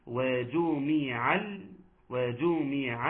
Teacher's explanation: ترقيق الواو وتحقيق الجيم من مخرجها وضمها وتحقيق كسر الميم وسقوط الالف الالف الوصل.